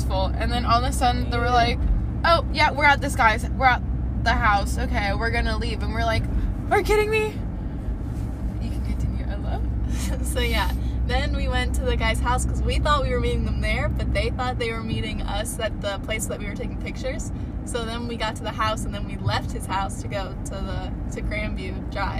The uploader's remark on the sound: Sorry for the bad audio but in this episode you join us while we drive around